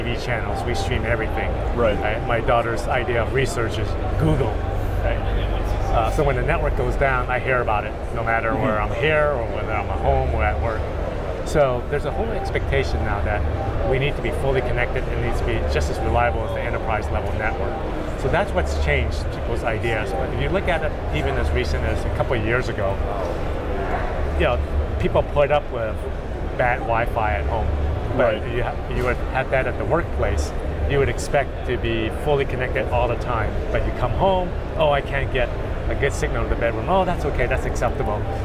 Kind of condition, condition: setting, busy venue